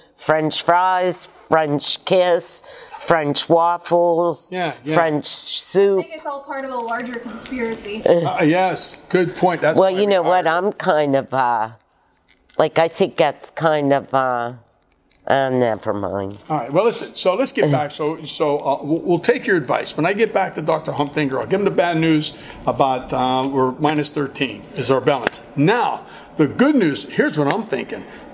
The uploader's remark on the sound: Filmed at The Fractured Grape in New Wilmington, PA.